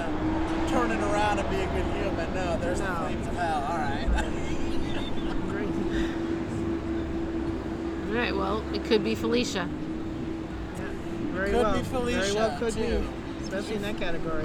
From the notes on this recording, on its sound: LIVE from the streets of Brooklyn